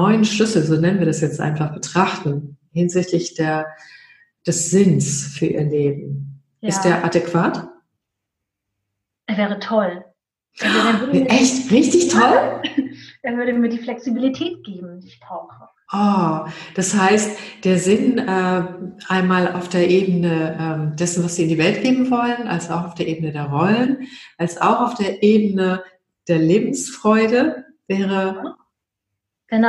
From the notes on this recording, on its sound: Live Online Coaching. Mäuschen spielen in einem Live Coaching?